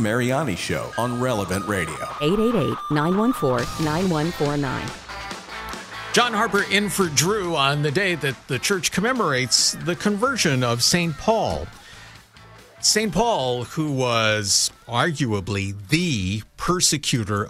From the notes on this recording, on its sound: Listeners call in to share their conversion stories.